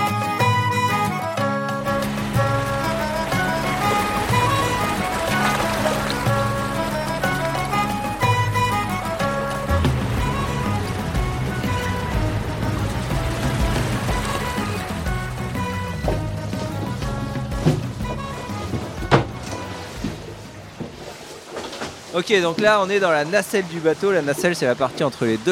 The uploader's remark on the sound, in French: l'épisode que j'ai enregistré lors de mon séjour en Bretagne pour passer une journée à bord du castor